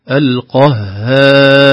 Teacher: الهاء حرف رقيق ممدود بين القاف المفخمة قبله والراء المفخمة بعده